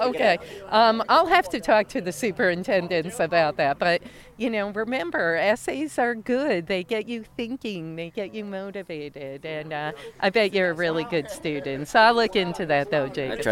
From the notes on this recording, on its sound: Reports from the "Communities Not Cages" NY Capital Rally. Talk with guests at the Interfaith Peace & Justice Holiday events.